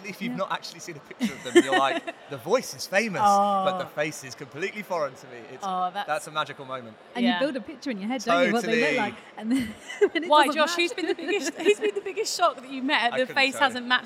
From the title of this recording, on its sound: Live in London